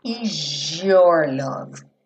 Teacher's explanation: esse is your, na junção, esse S não tem aquele som de Z que teria normalmente